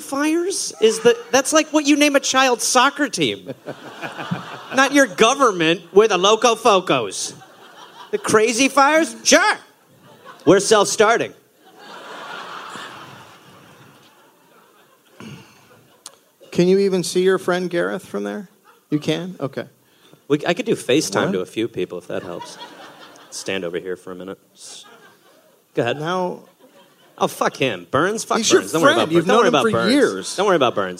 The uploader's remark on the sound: Live in NY